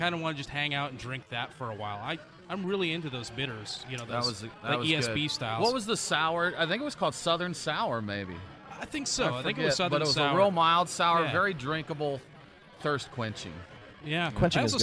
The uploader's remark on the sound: live from the (very noisy) Classic City Brew Fest